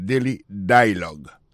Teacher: Comme n'a pas mis accent, sous bel accent en anglais, sous belle prononciation en anglais, le mot dialogue a gagné deux syllabes là-dedans. Daily Dialogue, alors, yo pesé plus sous premier syllabe là. Daily Dialogue.